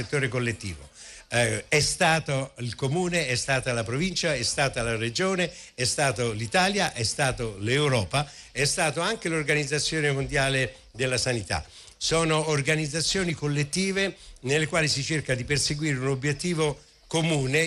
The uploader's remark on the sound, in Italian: Prima diretta dal Festival dell&#39;Economia di Trento